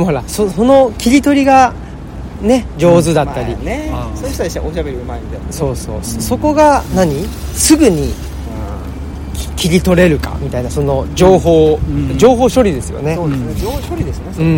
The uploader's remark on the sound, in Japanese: 恒例の街ブラ収録。神戸の海辺、街を歩きながら。